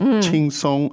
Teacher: And both first tones.